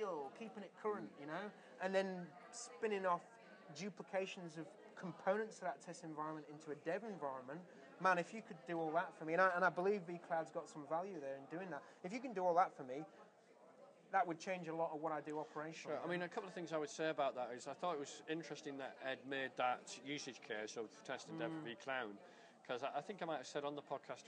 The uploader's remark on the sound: recorded at the Melbourne VMUG